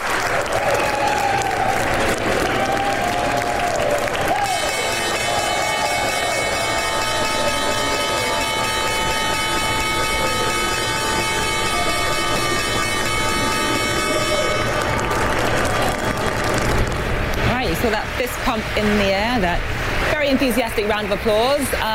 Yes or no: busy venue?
yes